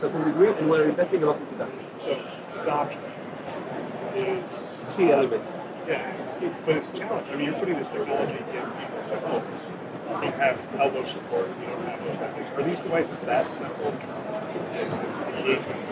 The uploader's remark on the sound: Live from HLTH '22.